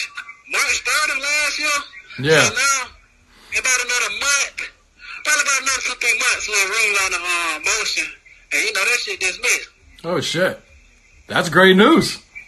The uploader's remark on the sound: Phone Interview From Prison. Called us from prison via video phone.